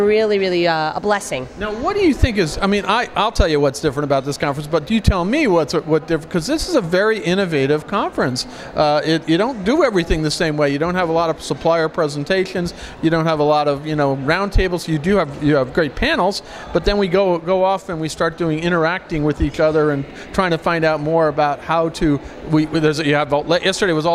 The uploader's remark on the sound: at the Embark Immersion conference at the NIZUC Resort and Spa in Cancun